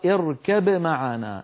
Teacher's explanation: اركب الباء من الشفتين، والميم في معنا أيضا من الشفتين، فالباء شفوية والميم شفوية، ولذلك مر معنا في المخارج للشفتين